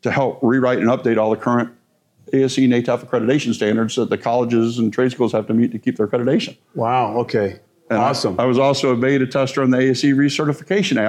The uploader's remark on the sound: at the AMRA (Automotive Maintenance Repair Association) MAP (Motor Assurance Program) January 2024 conference.